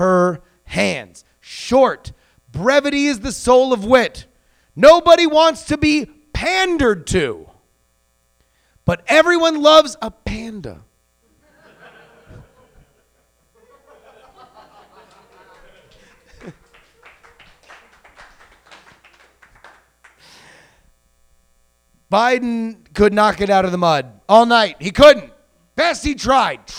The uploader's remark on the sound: Live Show. Recorded live at the Pianofight Theater.